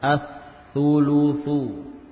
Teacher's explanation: Lamnya hilang secara lafaz, ya. Namun dalam tulisan jelas ya masih ada. · Term: idgham syamsi